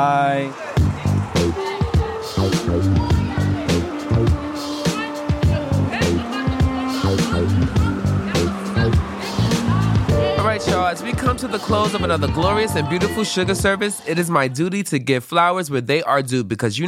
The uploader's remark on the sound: Recorded during rehearsals for this weekend’s three day presentation at the Shed